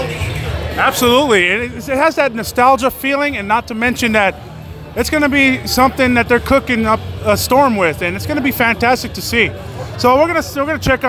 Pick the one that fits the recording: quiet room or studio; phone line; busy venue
busy venue